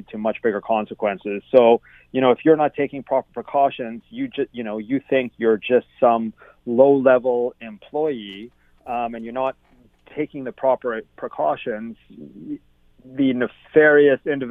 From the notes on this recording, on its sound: from the phone this week